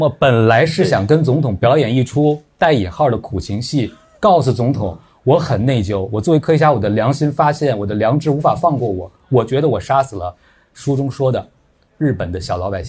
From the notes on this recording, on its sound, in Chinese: 跑题大会现场版。本期节目在线下活动录制，所以会有一些杂音。同时在 64 分钟后为答读者问环节。因收音问题，提问声音很小。